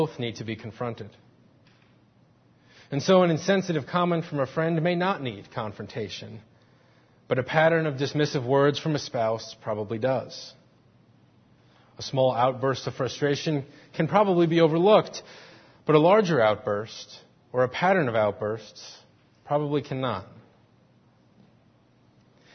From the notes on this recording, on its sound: Faith Presbyterian Church – Morning Service